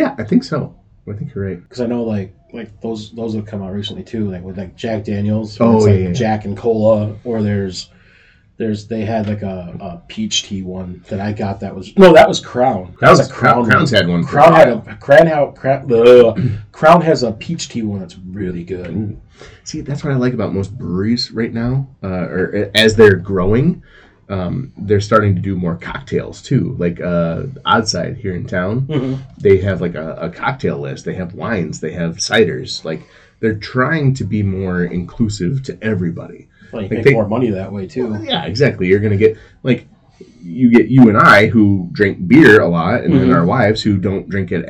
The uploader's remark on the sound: The audio is a little rough, but this is our first time back in about 3 years.